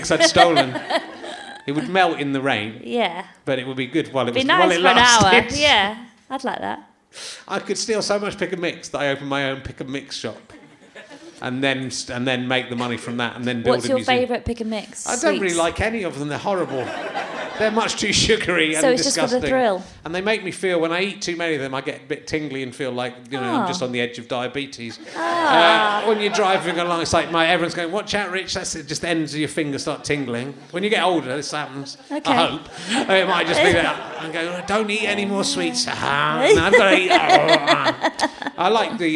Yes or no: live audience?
yes